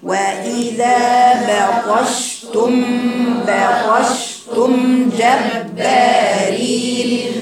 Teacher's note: الميم الثانية مظهرة والميم الأولى فيها إخفاء